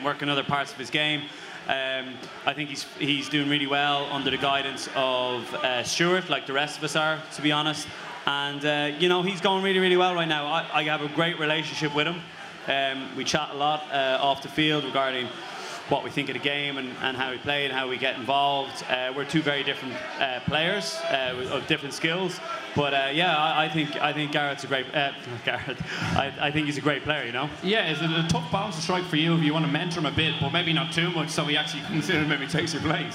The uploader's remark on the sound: At last week's National Ploughing Championships for a special episode of The Left Wing recorded in front of a live audience.